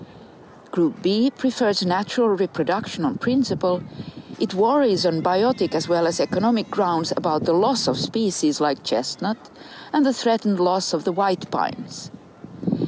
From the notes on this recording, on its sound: Pondering With A Pine In The Park. A series of conversations recorded with a pine tree in Kaivopuisto Park in Helsinki.